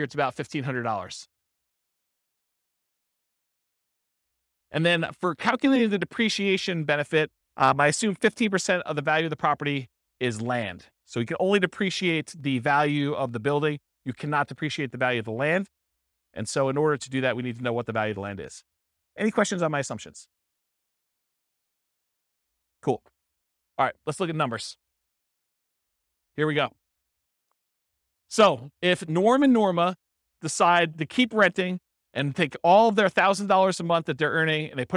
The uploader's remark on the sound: This was a live class recorded